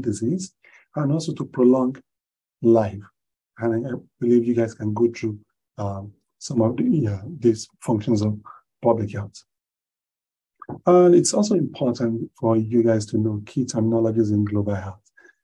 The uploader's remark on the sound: Zoom Meeting